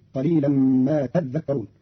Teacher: قرأ قالون كلمة تذكرون بتشديد الذال فتصير قليلا ما تذكرون فأصلها تتذكرون فأدغم التاء الثانية في الذال